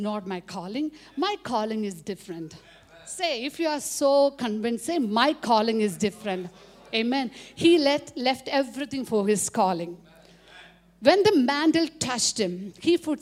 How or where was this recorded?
live audience